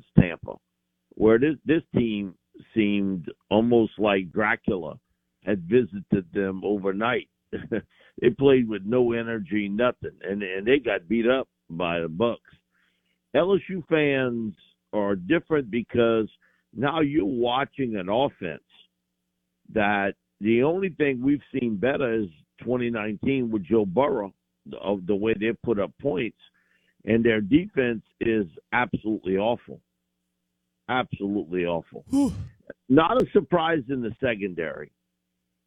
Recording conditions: phone line